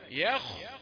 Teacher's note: ياء رقيقة وخاء مفخمة، تاء رقيقة وصاد مفخمة